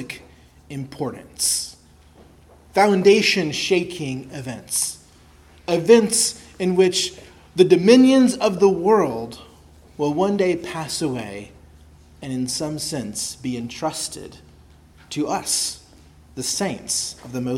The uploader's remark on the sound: preached at Christ Our Savior Baptist Church